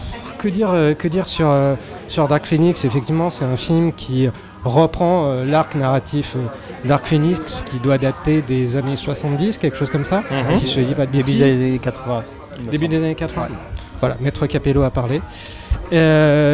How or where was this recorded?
busy venue